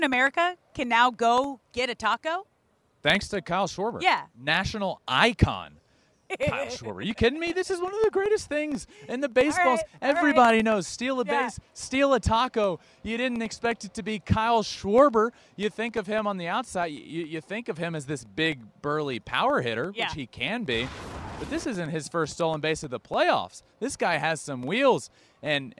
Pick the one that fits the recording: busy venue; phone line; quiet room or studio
busy venue